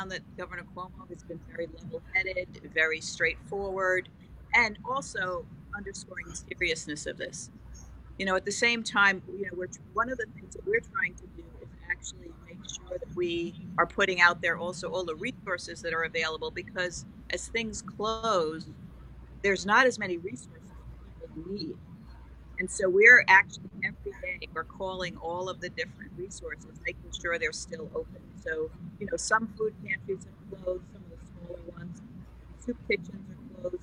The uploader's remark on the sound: Live from Rab's